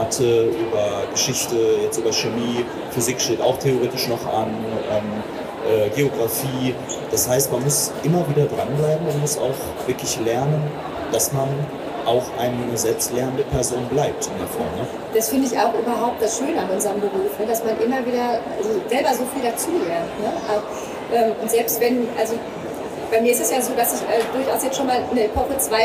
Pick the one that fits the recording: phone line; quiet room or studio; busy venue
busy venue